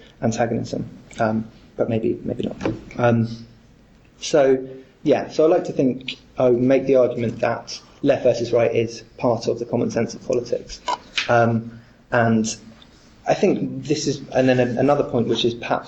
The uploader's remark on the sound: Part of the Politics in Strange Places conference held in Oxford in September 2010.